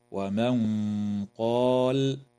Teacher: وتخفى النون الساكنة عند القاف مع الغنة مفخمة في قوله تعالى: ومن قال، وعند الزاي مع الغنة مرققة في قوله تعالى: سأنزل، وفي كلمة أنزل، وتمد الألف في قوله تعالى: ما أنزل، من قبيل المد المنفصل بمقدار 4 أو 5 حركات.